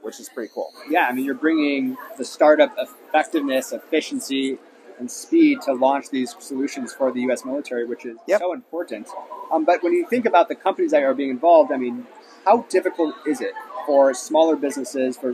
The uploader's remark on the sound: Live from RNDF22